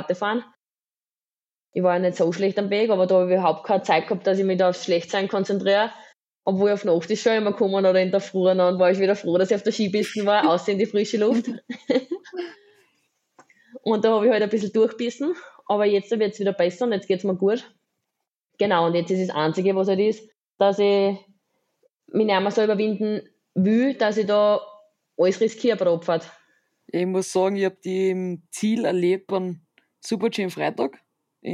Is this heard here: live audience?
no